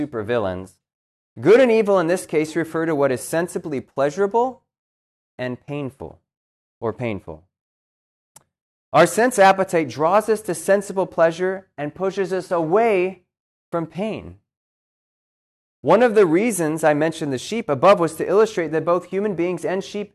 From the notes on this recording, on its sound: This lecture was given on March 7th, 2023, at Cornell University